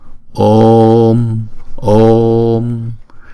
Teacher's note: Chúng ta nhớ là chữ O là diphthong thì chúng ta đọc hai nhịp